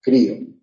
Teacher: en el encuentro de las vocales, la tónica es la alta o cerrada · Term: hiato